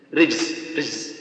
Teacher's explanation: والزاي يمتد عند الصفير الصوت